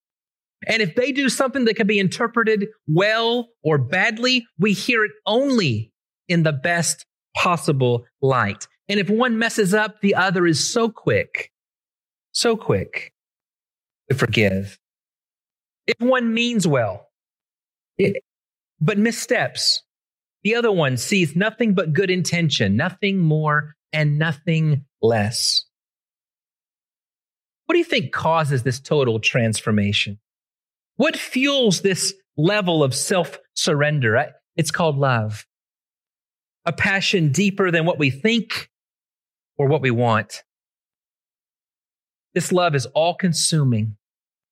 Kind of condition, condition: setting, large echoing room